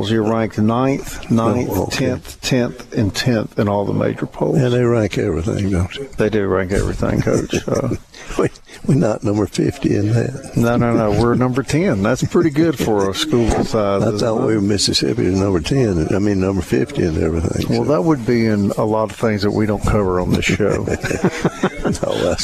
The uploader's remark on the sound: Introductory Press Conference with post commentary.